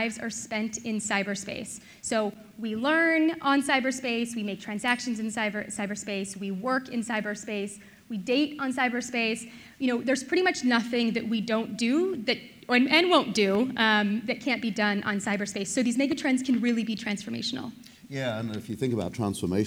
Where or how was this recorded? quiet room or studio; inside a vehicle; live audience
live audience